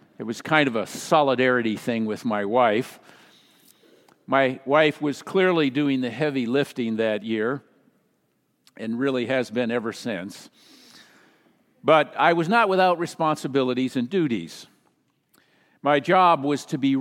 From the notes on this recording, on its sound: Message delivered during the Traditional Worship